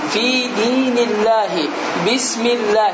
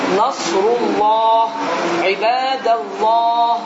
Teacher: əgər Allah sözündən əvvəl gələn hərfin hərəkəsi kəsrə olarsa, bu zaman incə oxunur. · Shown in: first take